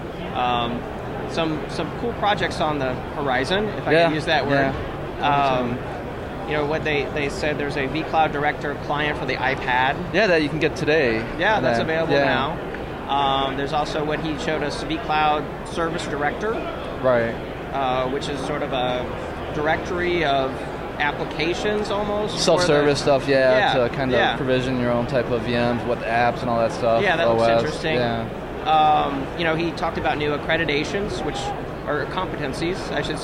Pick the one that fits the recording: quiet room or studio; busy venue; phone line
busy venue